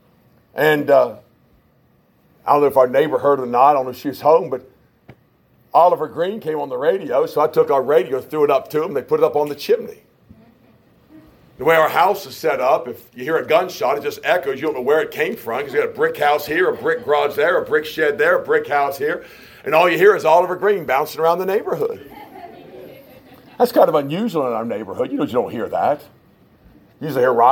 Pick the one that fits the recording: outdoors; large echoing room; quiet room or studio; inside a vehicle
large echoing room